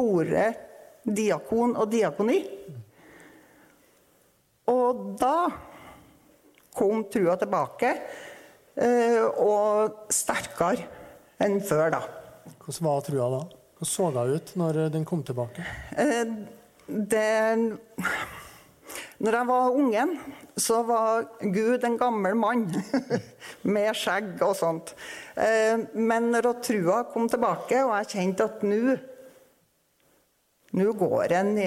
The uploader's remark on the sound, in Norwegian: På trua laus ep.5 (LIVE!)